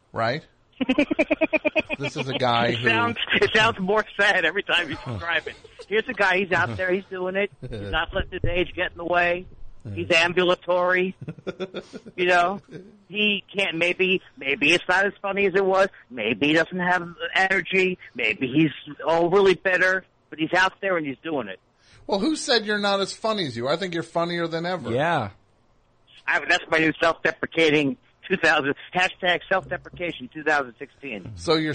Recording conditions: phone line